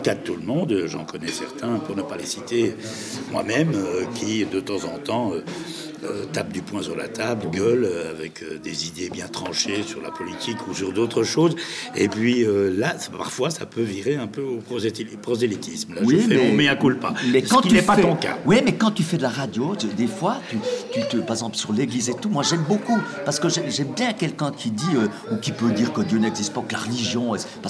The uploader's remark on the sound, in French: Enregistré dans la bon humeur à Pâques au restaurant le Cheval Blanc à Delémont.